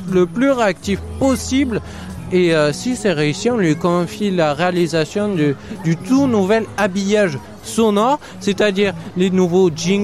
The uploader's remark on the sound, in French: en direct de "Jeunesse en fête"